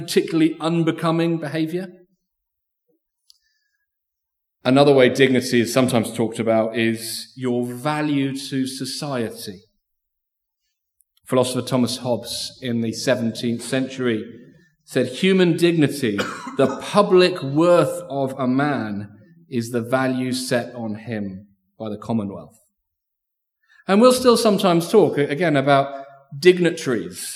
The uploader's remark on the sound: Recorded Live stream 10am 'Learning for Life' from Binscombe Church (BWS) 10th December 2023